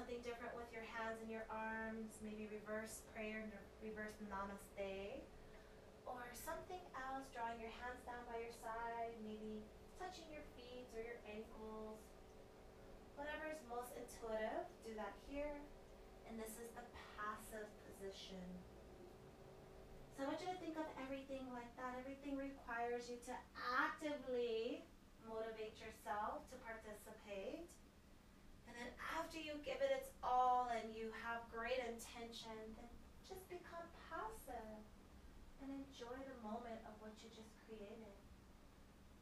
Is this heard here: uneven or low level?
yes